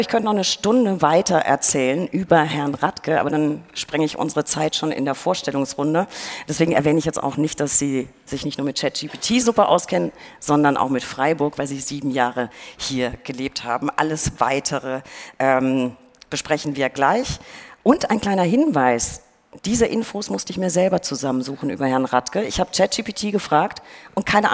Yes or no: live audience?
yes